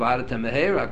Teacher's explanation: So if you're going to read it quickly, you're going to leave out a letter. So you're only going to pronounce one mem.